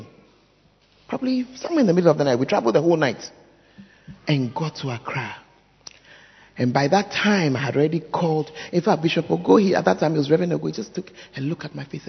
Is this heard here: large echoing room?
yes